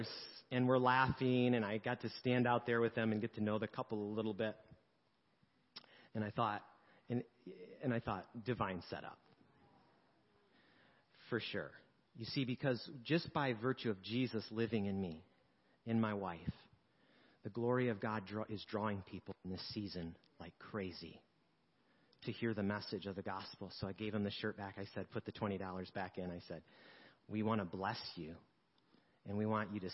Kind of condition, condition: setting, large echoing room